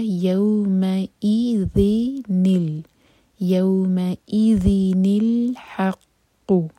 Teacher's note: یہاں پر ذال کے نیچے تنوین ہے تو ذن جو ساؤنڈ ہے نون ساکن کا جو ساؤنڈ ہے اس پر ہم کسرہ لگائیں گے اور آگے لام سے جوڑیں گے تو نل آواز آنی چاہیے